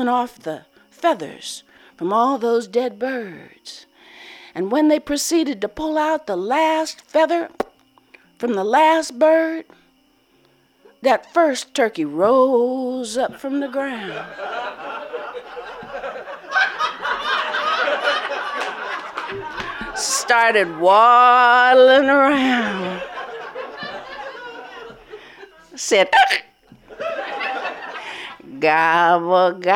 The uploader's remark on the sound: Recorded Live at the 2015 Three Rivers Storytelling Festival.